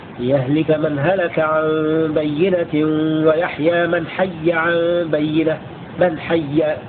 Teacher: وقرأ الباقون بياء مشددة مفتوحة هكذا: ليهلك من هلك عن بينة ويحيى من حي عن بينة من حي، بتسجيل الياء.